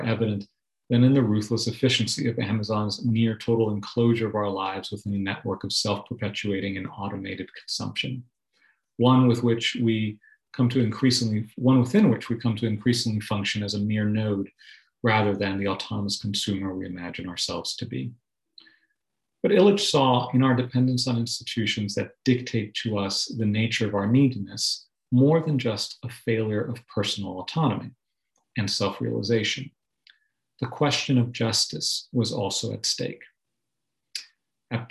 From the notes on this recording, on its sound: delivered as a Zoom webinar